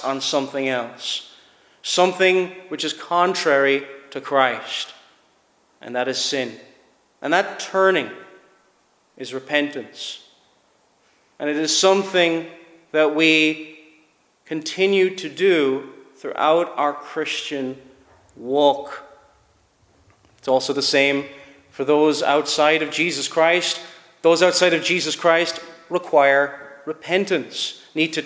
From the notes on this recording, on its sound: Preached at Shettleston Free Church -Continuing- for their communion season.